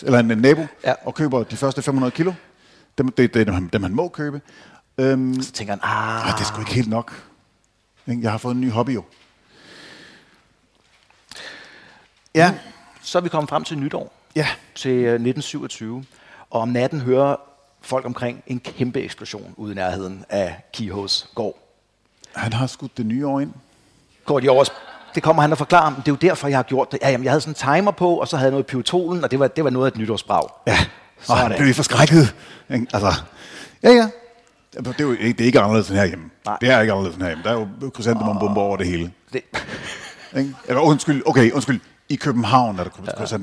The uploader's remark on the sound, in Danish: Live fra Horsens Krimimesse ‘22